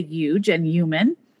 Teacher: they don't pronounce their H's